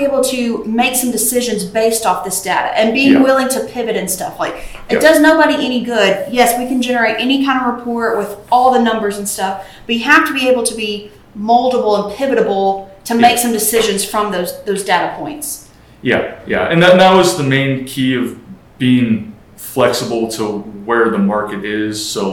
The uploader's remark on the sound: on location at ServiceTitan's Marketing for the Trades Summit in Glendale, CA